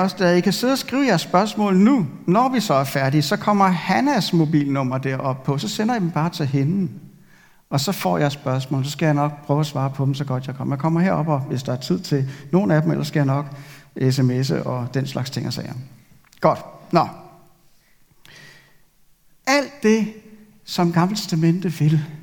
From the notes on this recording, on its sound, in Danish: Denne ugentlige prædiken er optaget i Københavnerkirken.